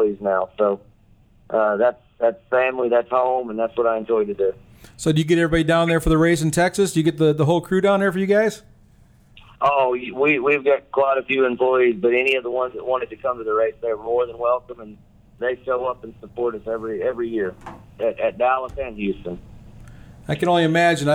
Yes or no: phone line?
yes